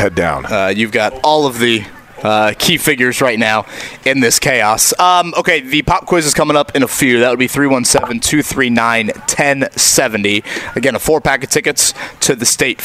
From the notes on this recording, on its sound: LIVE AT COLTS CAMP! Camp practice underway.